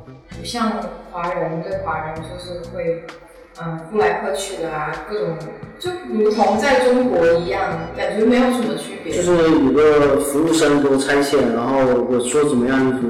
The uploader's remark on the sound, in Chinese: 本期节目，是我借着她短暂回国处理事务的时间，完成的录音。录音环境的回音还是太大了，以后不会用那个房间录音了，抱歉。